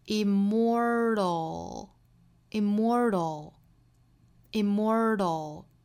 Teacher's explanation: 我们发现它其实是一个 flap t 的发音了